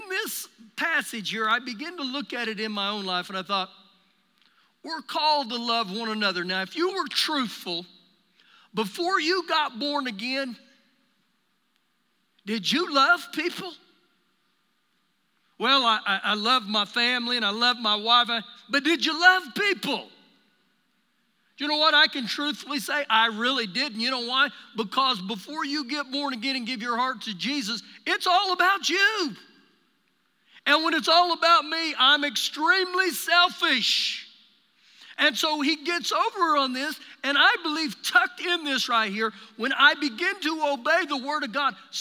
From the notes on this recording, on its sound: Recorded live during our Sunday morning service